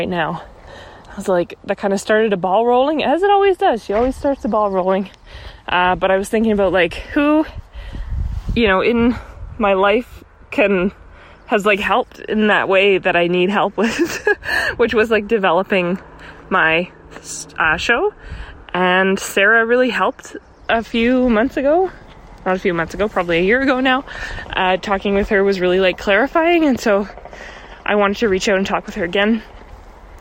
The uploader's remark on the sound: Another walking episode!